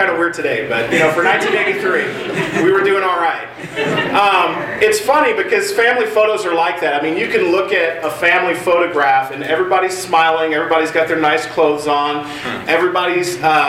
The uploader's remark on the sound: Audio from West Coast Rush 2016 – a retreat for college students and young adults held annually in the Los Angeles area.